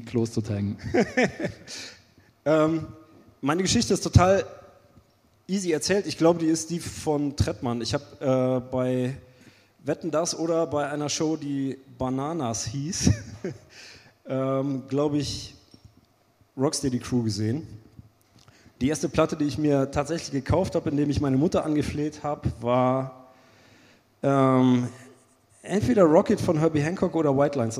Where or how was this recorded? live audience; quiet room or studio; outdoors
live audience